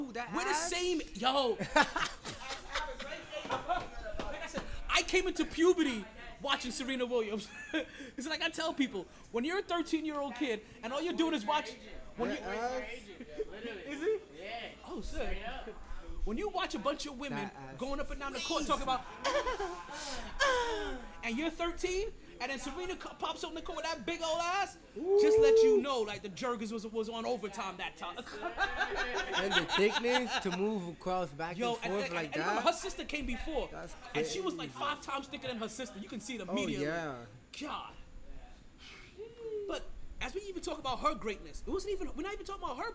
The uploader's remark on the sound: LIVE FROM SHARKEYS